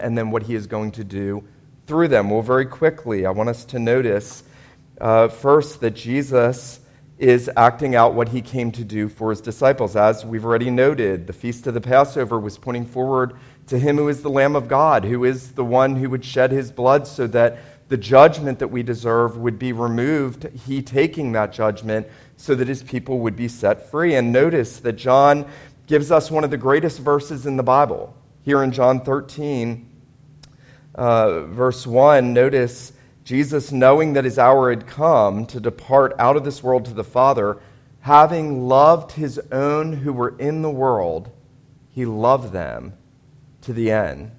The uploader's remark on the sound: This was a Maundy Thursday sermon preached at Wayside PCA on Signal Mountain, TN.